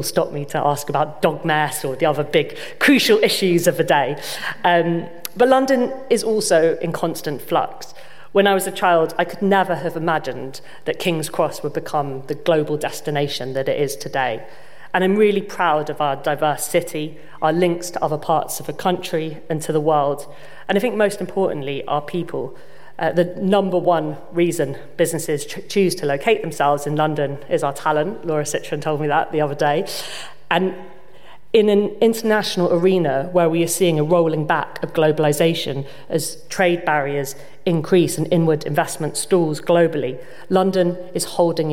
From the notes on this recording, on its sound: given to an audience of 300 at RIBA in Portland Place.